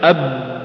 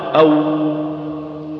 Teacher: فالشديدة انحبس عندها الصوت فلم يجري فيها، تقول مثلا أب، تقدر تزيد أكثر من كذا؟ أب، ما يمكن يمتد الصوت، لكن مثلا الواو أو، يمتد الصوت يمشي